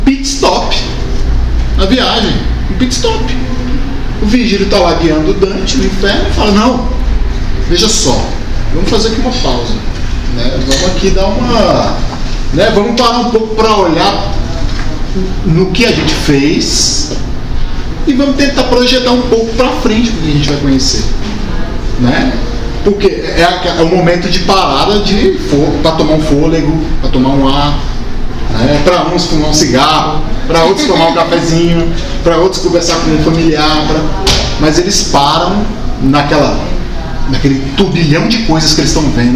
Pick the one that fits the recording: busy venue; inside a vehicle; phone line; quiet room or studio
busy venue